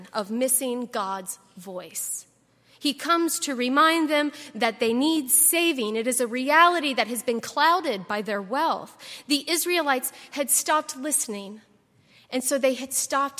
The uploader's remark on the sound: at Highland Baptist Church